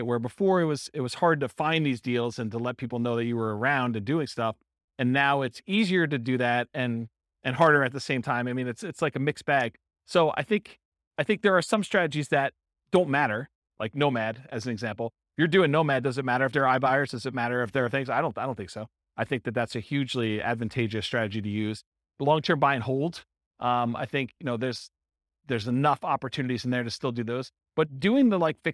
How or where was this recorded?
live audience